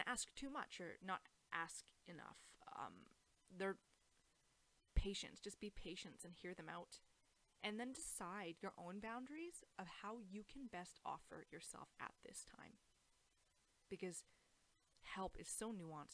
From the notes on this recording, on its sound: mic problems